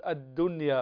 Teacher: فندغم اللام في الدال فلا تنطق اللام هنا